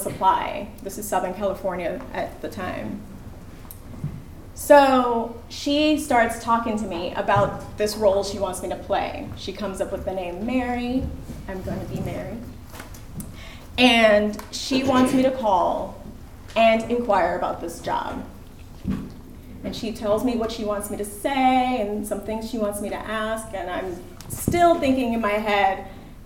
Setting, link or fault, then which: setting, live audience